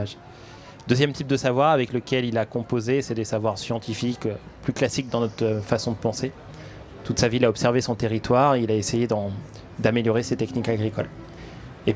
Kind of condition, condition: setting, busy venue